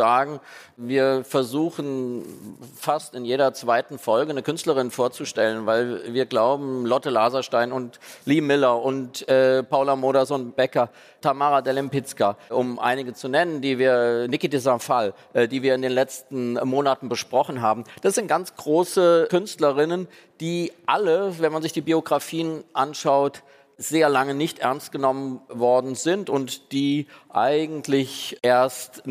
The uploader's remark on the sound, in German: Diese Folge von "Augen zu" wurde vor Publikum beim ZEIT ONLINE Podcast-Festival aufgezeichnet. Und so reagieren die beiden Gastgeber des Podcasts auch auf Fragen von Zuhörerinnen und Zuhörern.